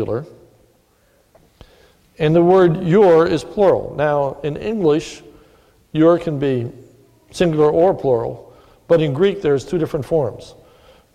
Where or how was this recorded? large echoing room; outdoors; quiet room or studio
large echoing room